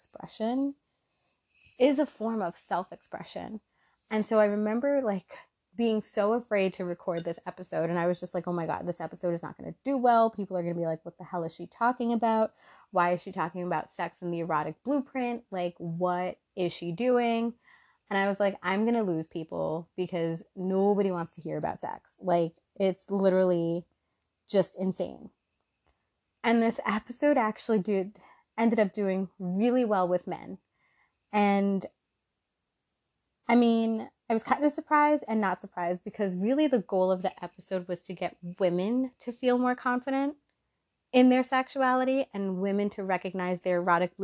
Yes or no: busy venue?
no